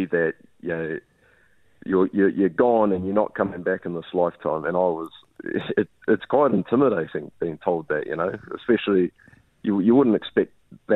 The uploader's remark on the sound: We were joined on the phone